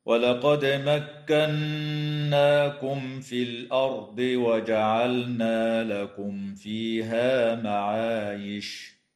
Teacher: تقلقل الدال في كلمة ولقد، وتغن النون المشددة في كلمة مكناكم، وتظهر الميم الساكنة عند الفاء في قوله تعالى مكناكم في، وكذا في قوله تعالى لكم فيها، وتظهر لام الفعل في كلمة وجعلنا، ويجوز الوقف على كلمة معايش من قبيل الوقف الكافي.